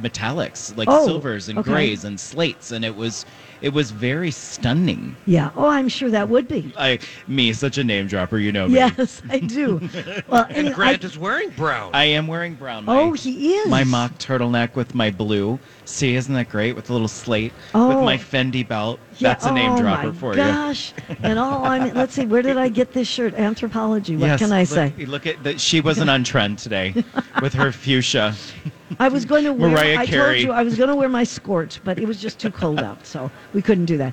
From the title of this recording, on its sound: Live at Minnesota Golf Show